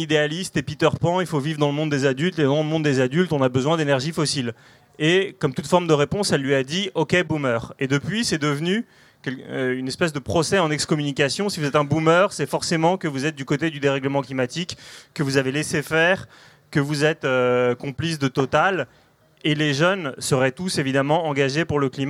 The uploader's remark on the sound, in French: Conférence enregistrée en public à la REcyclerie, lors du 1er Schnocks Festival.